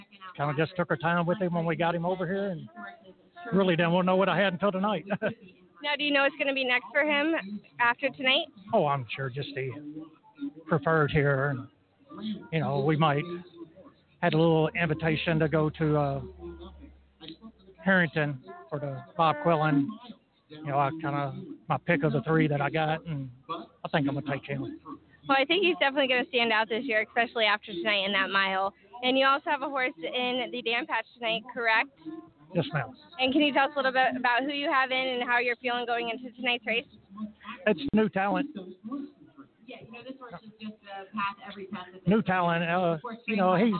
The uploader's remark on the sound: live from Hoosier Park Racing and Casino in Anderson, Ind.